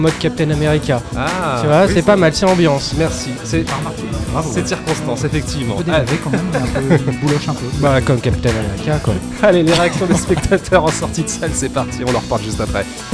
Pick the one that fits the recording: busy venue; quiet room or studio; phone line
busy venue